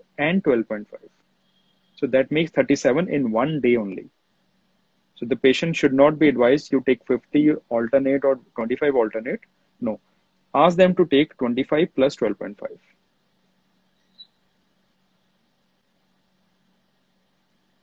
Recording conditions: video call